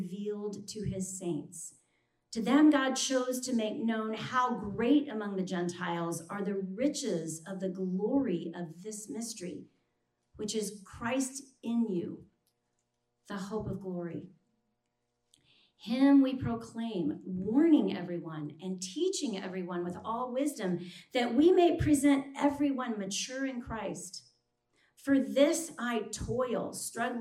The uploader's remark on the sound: This session was recorded on Saturday evening, September 19, 2020 at the Green Lake Conference Center.